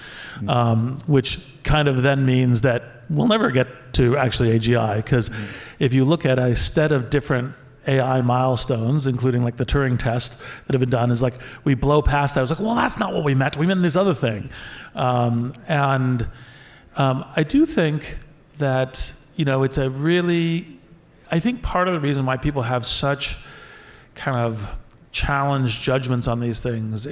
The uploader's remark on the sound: Live on Stage. A very special session from the recent LiveWIRED event celebrating WIRED’s 30th anniversary.